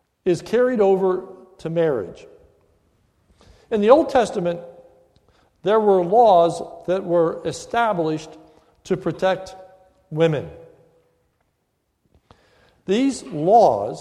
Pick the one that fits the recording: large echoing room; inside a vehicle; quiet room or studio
large echoing room